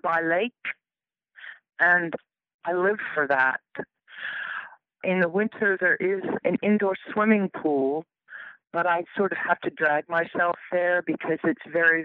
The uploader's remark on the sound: conversation by telephone